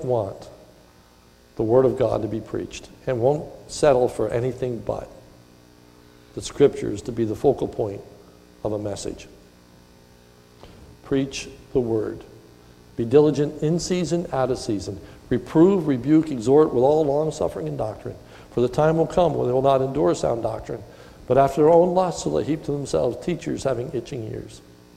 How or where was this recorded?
large echoing room